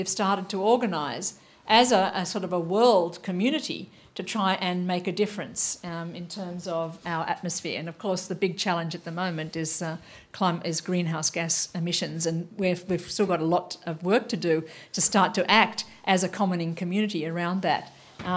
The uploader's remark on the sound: Lecture at WTM Forum 1